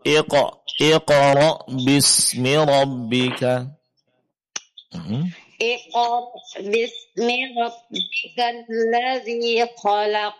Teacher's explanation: qalqalah pada qaf yang pertama, Bu.